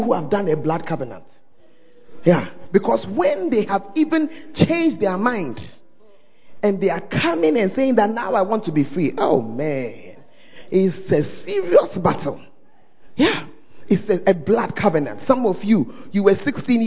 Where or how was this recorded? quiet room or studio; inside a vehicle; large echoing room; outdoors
large echoing room